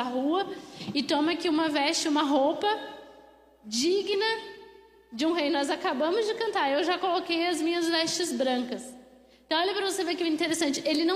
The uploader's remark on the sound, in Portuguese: Mensagem ministrada ao vivo